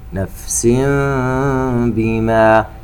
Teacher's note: تنوين وبعده حرف الباء إقلاب، ويترتب عليه حكم الإخفاء الشفوي